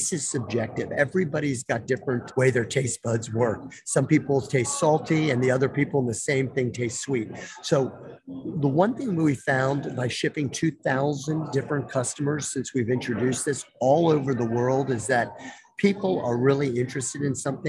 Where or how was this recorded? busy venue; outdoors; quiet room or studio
busy venue